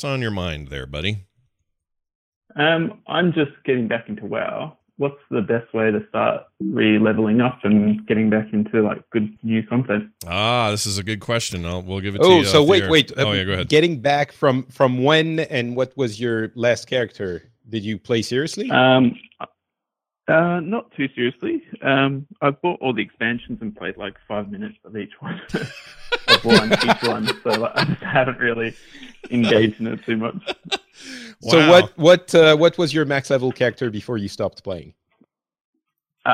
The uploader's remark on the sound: Our end of year listener call-in episode!